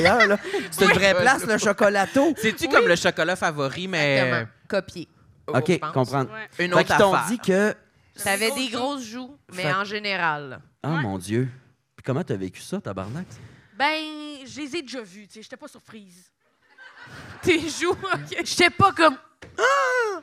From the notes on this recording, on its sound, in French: petit party enregistré au théâtre La Chapelle de Québec!